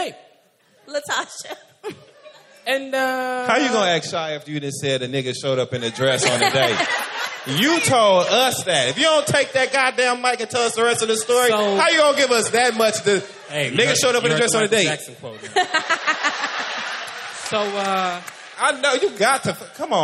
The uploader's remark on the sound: 3-Year Anniversary Live Show in NYC.